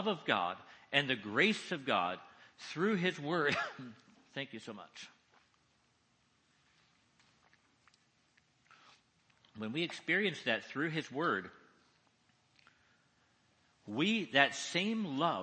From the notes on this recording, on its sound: 2nd session at Ignite Conference